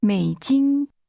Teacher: American dollars is pronounced with a falling, rising tone, followed by a high level tone.